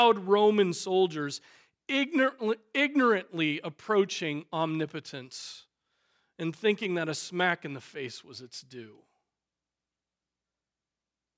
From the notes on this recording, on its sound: Preached on July 9, 2023 at Trinity Presbyterian Church